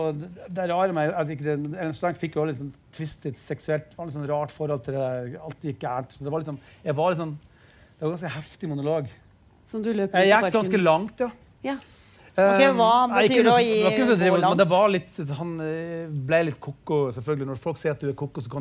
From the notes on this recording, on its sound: LIVE fra Vinterlysfestivalen.